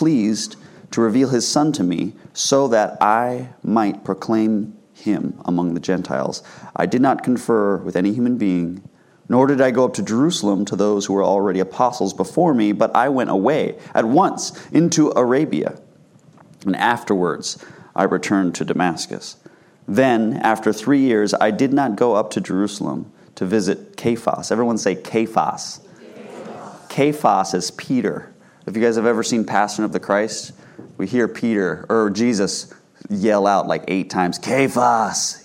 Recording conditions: large echoing room